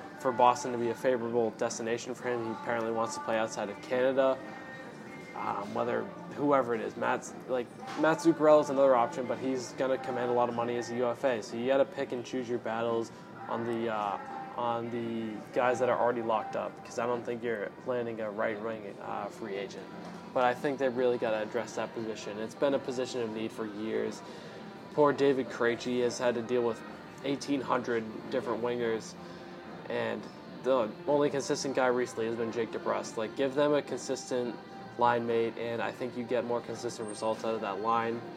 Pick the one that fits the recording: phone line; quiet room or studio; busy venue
busy venue